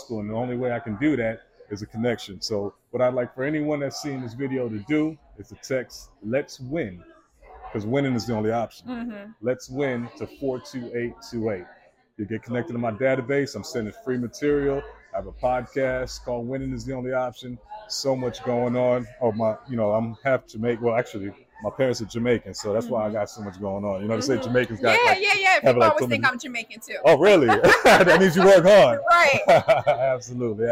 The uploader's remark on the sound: Live coverage of the CBC Networking Mixer. Listen in on some of the panel discussions from several successful business owners.